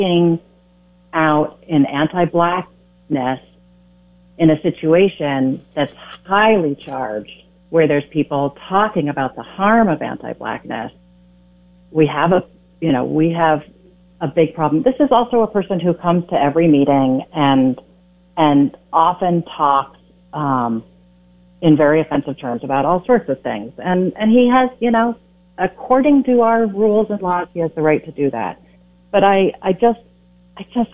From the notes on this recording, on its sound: calls